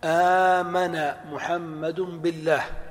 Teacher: فأمن الهمزة الأولى مفتوحة والثانية ساكنة، كيف نقلب الثانية الساكنة؟ نقلبها ألفا، لأن الألف هو المناسب للفتحة، فنقول في أفعل من الأمن آمن محمد بالله، ولا يجوز آمن محمد بالله. · Term: قلبت الهمزة ألفا